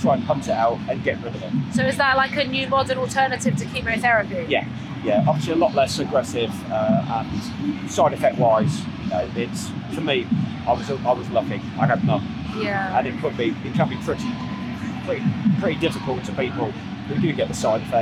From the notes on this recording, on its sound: These were recorded live at the Battle Cancer fitness event in London so please excuse the less than perfect sound quality.